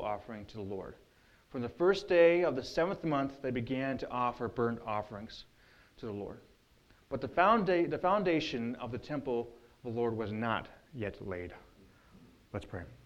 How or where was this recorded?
large echoing room